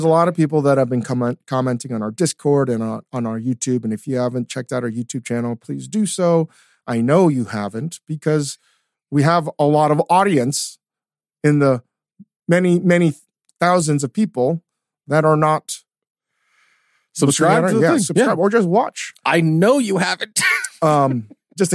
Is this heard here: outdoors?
no